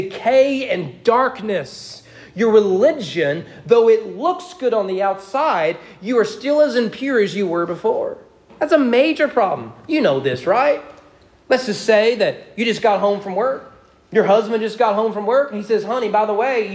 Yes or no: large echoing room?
yes